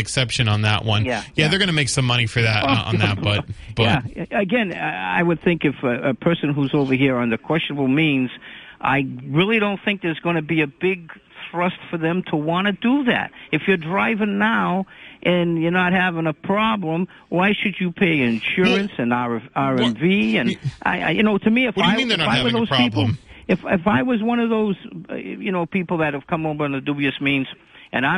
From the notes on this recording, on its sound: takes calls from the audience